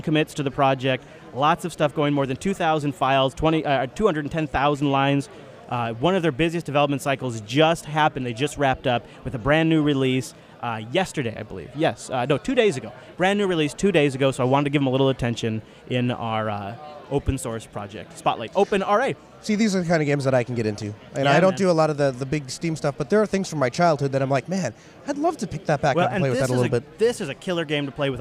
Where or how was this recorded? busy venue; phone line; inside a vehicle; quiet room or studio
busy venue